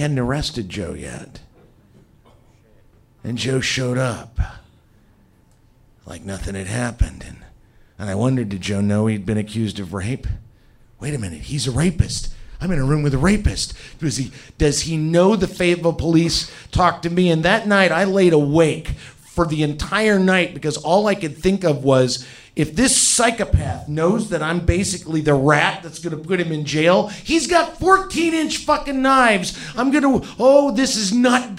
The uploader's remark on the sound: Live From Chicago 3!